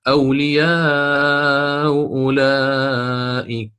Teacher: أما الإمام قالون فله تسهيل الهمزة الأولى بين الهمزة والواو، وله في الحرف في حرف المد الذي يسبق الهمزة الأولى إما التوسط أو القصر، والتوسط مقدم أداء لبقاء أثر الهمز بالتسهيل.